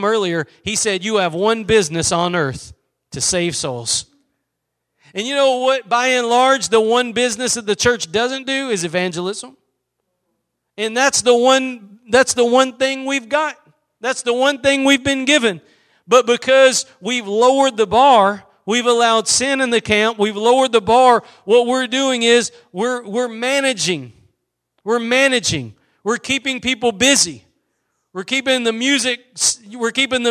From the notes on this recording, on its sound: Preached at Gospel Lighthouse in Bossier City, La.